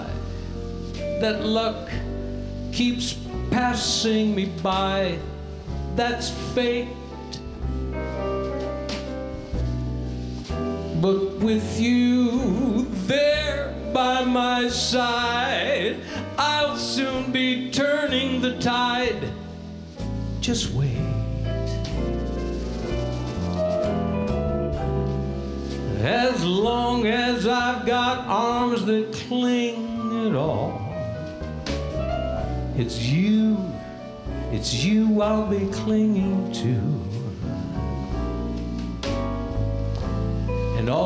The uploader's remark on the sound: Live at the South Point Casino